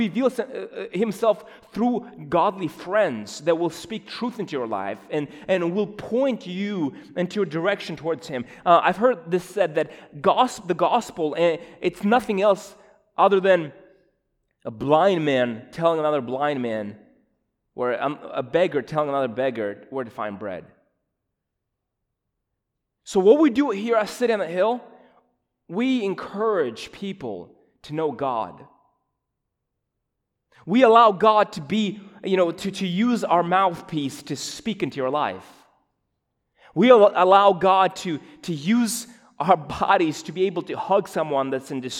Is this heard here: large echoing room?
yes